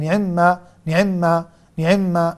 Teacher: اختلاس كسرة العين نطقها سريعة مع خفض صوتها